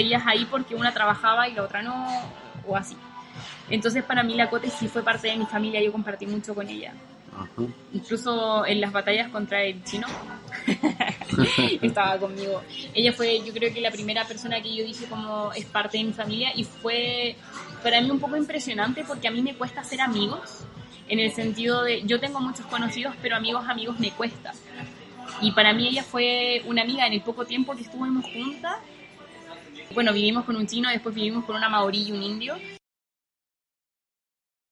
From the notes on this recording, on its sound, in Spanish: Este primer capítulo fue grabado en el lobby del Choice, un Backpacker en el centro de Auckland.